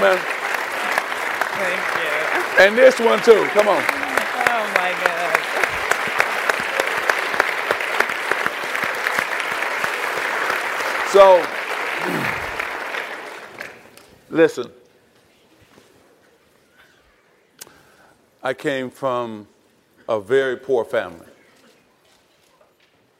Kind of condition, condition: setting, live audience